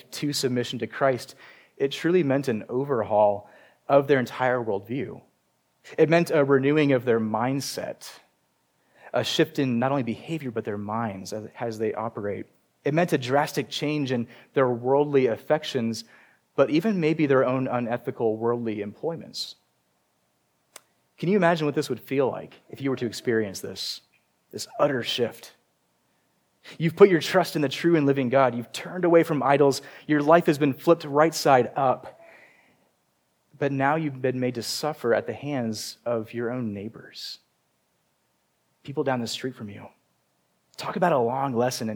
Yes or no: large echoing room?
yes